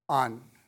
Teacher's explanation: Over time, that one was reduced in stress, and so it became un